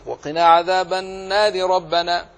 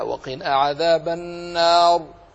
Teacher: إن وصلت لاحظ أنك ترقق وقنا عذاب النار ربنا، لكن إن وقفت عليها فخمتها وقنا عذاب النار لأنها وقعت بعد ألف